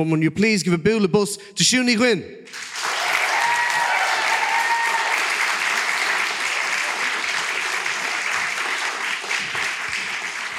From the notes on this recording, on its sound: With thanks to the Bram Stoker Festival, the Motherfoclóir Podcast was resurrected for one afternoon in October 2022. In this recording of last year's live show.